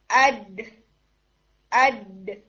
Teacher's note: वो साउंड में गुन्ना नहीं आ रहा और वो नून नहीं है। अड अड ये साउंड आती है जो almost closer to D sound है, ठीक है, या डा डा डा ये साउंड आती है नाक को बंद करके।